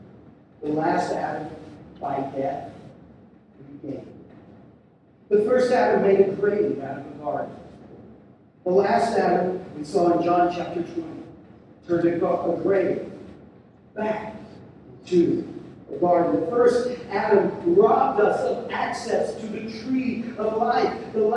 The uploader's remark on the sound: We're sorry for the poor sound quality.